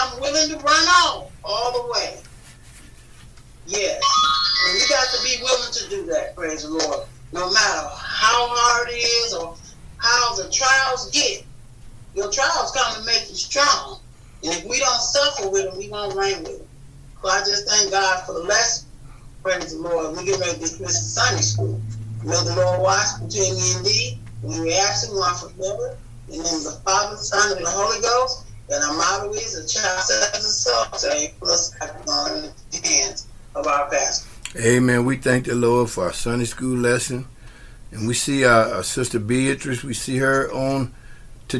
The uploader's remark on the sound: Forgive the crazy background noise. I couldn't delete it without destroying the audio.